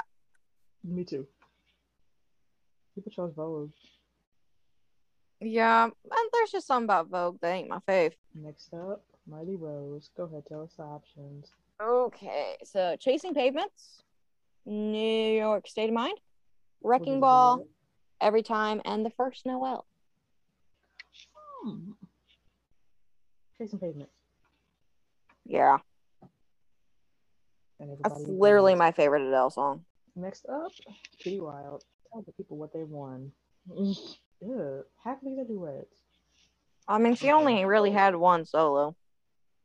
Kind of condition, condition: fault, poor sound quality